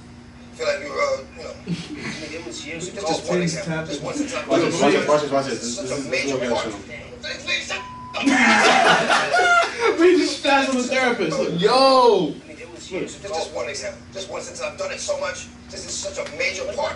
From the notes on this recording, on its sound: Excuse the audio quality, we were working out some kinks with our interface.